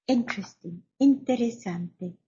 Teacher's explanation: Pongan bien el acento en la primera sílaba.